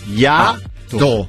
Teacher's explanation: Probabilmente è composto da vocali diverse. Sono due vocali che però appartengono a due sillabe diverse.